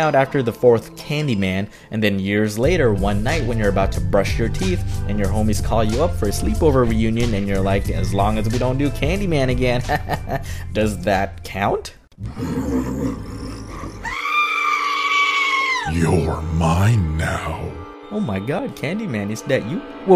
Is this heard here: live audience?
no